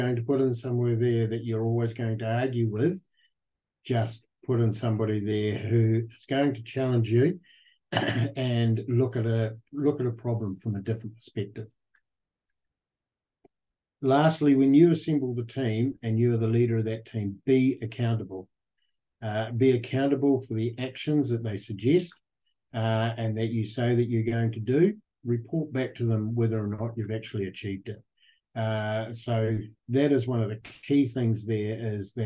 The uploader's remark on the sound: Recorded on the fourth Beef + Lamb New Zealand ‘Sow, Grow, Thrive’ webinar, 2 October 2023